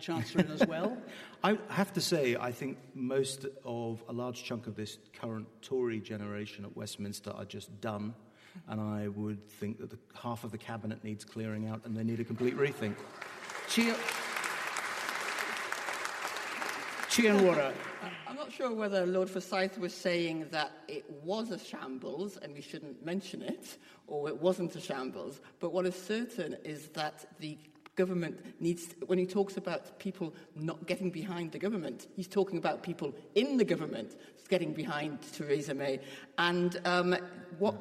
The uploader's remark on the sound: political debate from Wellington Church, Glasgow